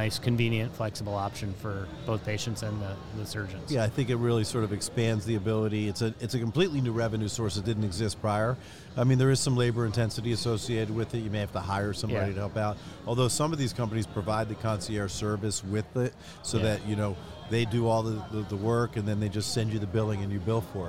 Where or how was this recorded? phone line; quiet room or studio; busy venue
busy venue